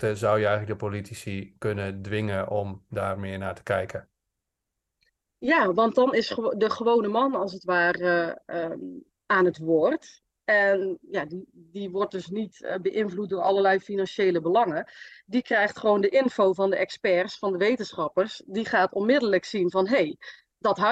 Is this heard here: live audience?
no